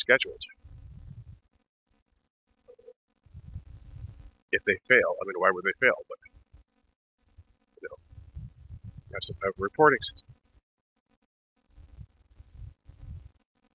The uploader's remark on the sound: In this walking podcast